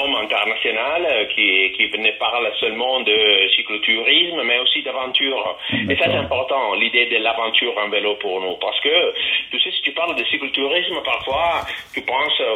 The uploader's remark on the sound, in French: que j’ai pu interviewer par téléphone